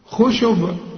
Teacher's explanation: هنقلقل الباء مع العلم عليها ضمتين، لكن عند الوقف لازم نقلقل الباء